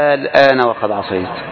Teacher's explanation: يجوز الآن وقد عصيت لكن يمنع يمنع تشديد اللام الآن يمنع اللام ليست مشددة إنما أقول الآن وقد عصيت الآن وقد عصيت فقط تسكين تسكين اللام إذن المحظور هنا أمران